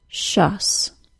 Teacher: Then the vowel sound can be thought of as either schwa or the short U. Dictionaries mostly transcribe the sound as schwa, which essentially is a very quick short U, Finally, the last consonant of the suffix is an S sound, just as we'd expect.